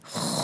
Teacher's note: خو نکالیں گے ہم اپنے حلق کی شروع والی جگہ سے، جیسے کہ خراٹے کی آواز ہوتی ہے اس طرح کی آواز شامل کر کے خو، اور یہ بھاری لیٹر ہے خو.